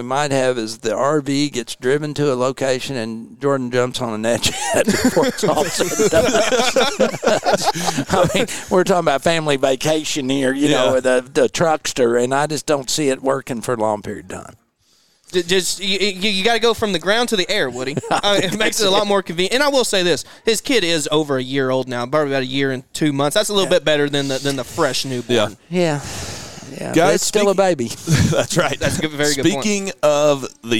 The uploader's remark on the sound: LIVE FROM JIMMIE AUSTIN!